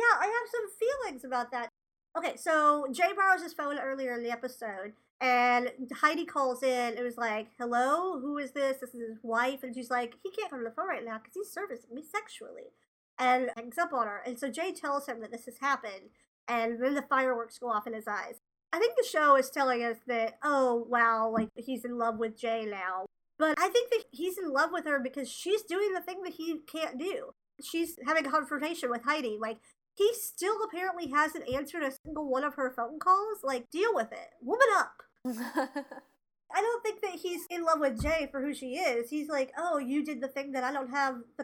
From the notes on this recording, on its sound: This ep was a Herculean crash course in editing problematic audio. Did our best to clean things up. Two bi-coastal best friends.